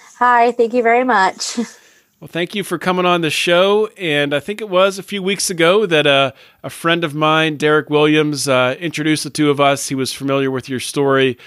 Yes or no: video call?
no